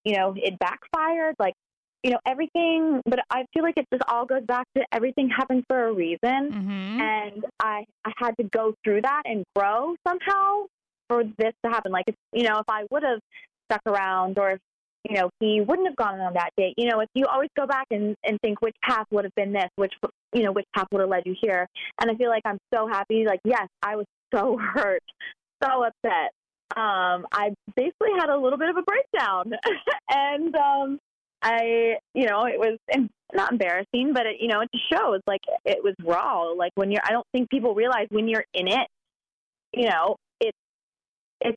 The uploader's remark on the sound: calls in live from the Dancing with the Stars set, moments before he takes the stage!